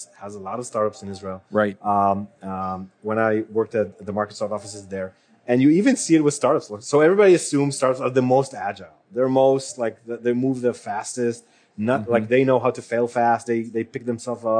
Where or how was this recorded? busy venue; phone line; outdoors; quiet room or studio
busy venue